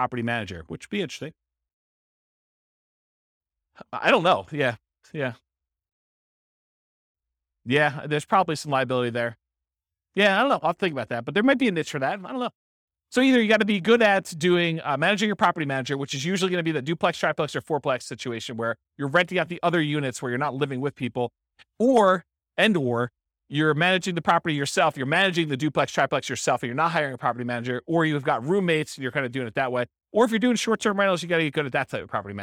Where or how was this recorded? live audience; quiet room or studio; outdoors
live audience